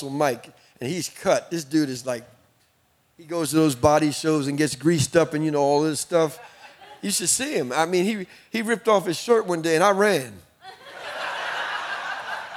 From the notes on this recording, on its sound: In this episode, we are stepping into our Inspire Leaders Conference 2022. Equipping our Gateway leaders in one of our conference sessions!